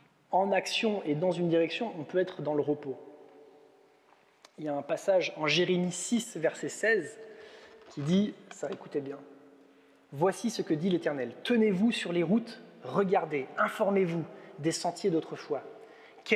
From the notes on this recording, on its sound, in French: Enregistré à l'église CVV, le 12/06/2022.